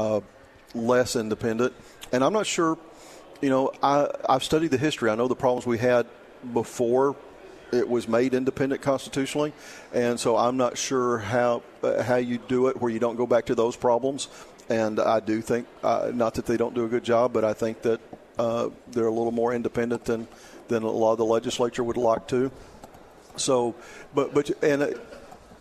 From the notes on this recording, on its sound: Live at the State Capitol for Filing Day.